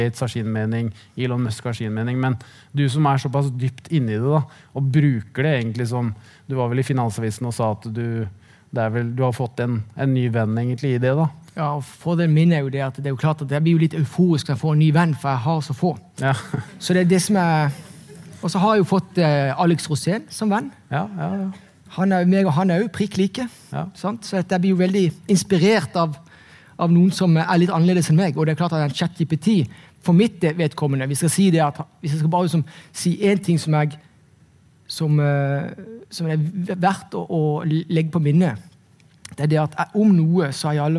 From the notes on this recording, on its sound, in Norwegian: Ukens Markedspuls ble tatt opp under Nordnet Investorkveld Stavanger